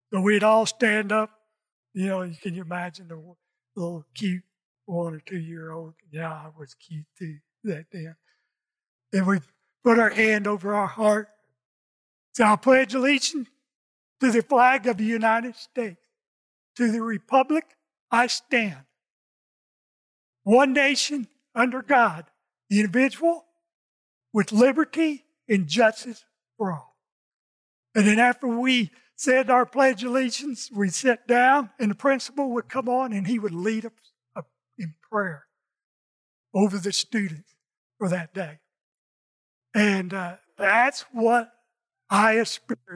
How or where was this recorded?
large echoing room